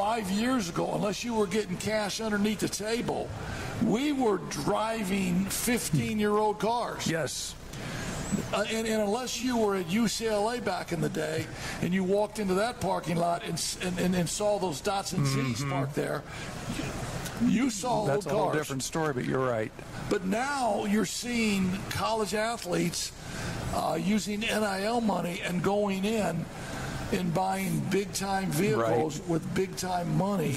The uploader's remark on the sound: We're back at Bar Louie for season two of the live show!